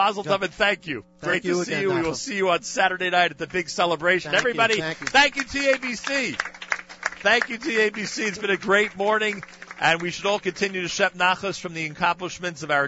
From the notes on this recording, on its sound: Live Remote Alert! Live from Torah Academy of Bergen County (TABC).